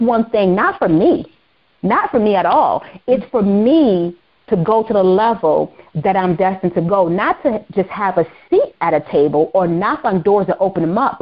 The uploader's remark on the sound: On the phone with special guest